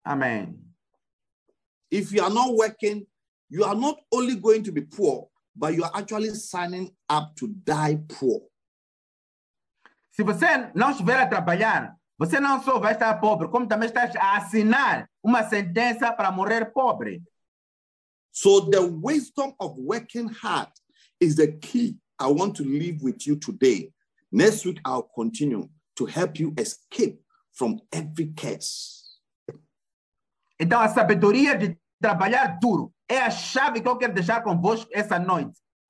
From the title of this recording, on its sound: Wisdom Encounter Midweek Zoom Service - City Church